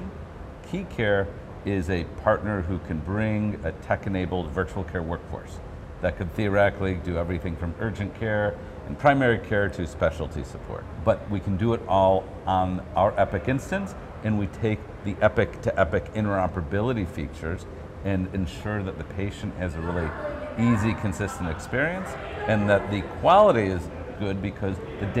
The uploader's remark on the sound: an Interview in Action live from CHIME’s Fall Forum